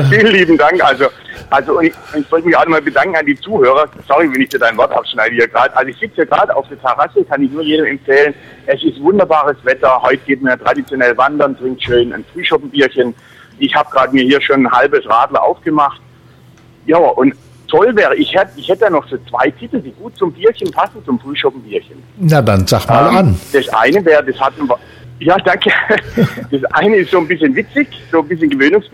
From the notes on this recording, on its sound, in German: der Bandleader rief dann während der Live-Sendung an und kündigte zwei Stück